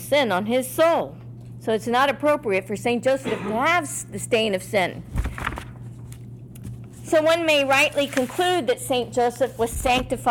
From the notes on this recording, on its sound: In this “live” presentation given to the Secular Order of Discalced Carmelites in Dayton, OH at their general meeting.